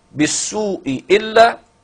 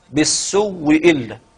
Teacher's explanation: إبدال الهمزة الأولى إبدالها واو ثم إدغام الواو الأولى في الثانية · Term: التماثل الصغير